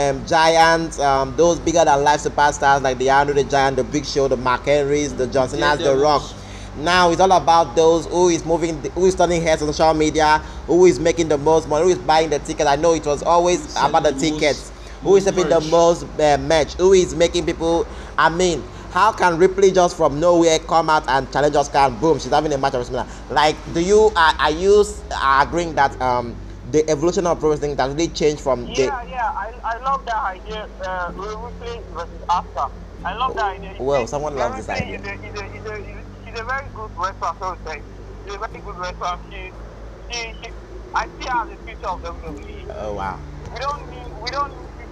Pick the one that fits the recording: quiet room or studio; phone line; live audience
phone line